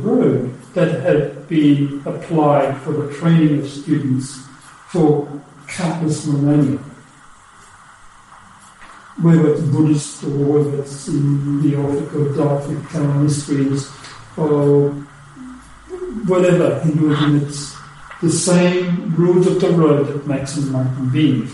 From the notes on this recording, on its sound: Unfortunately the sound quality of this talk is poor.